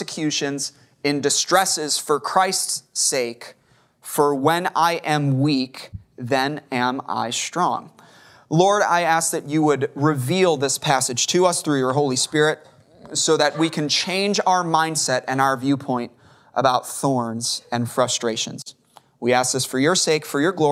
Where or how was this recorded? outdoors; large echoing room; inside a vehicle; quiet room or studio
large echoing room